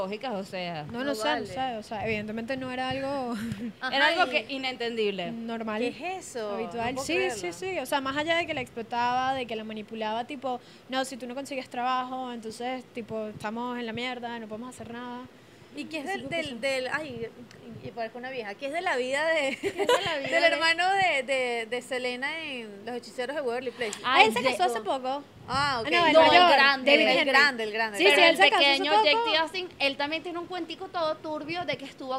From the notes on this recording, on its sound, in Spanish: Grabado en Vía Lattea, en Caracas